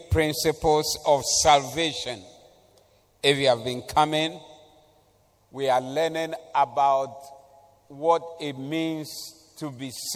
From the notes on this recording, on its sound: Preached at the Doxa Service 14082022